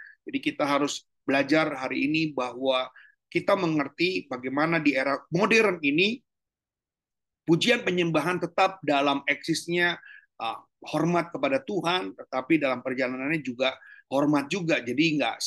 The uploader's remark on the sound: Audio Zoominar